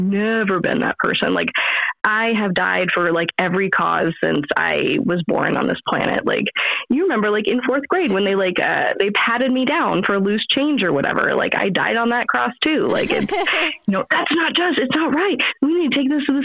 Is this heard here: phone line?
yes